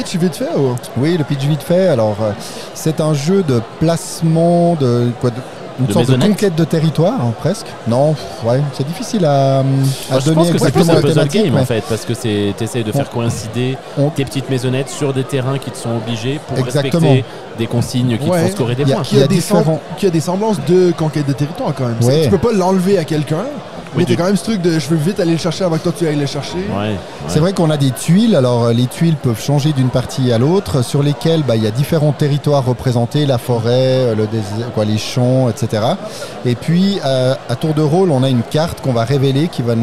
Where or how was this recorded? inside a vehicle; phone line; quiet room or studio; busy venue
busy venue